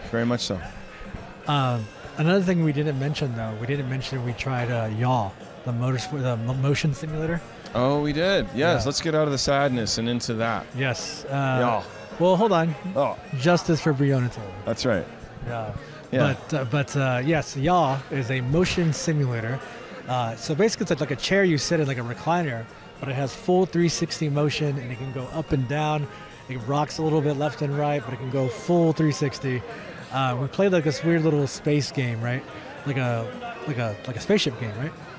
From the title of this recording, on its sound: Live” from AWE XR Santa Clara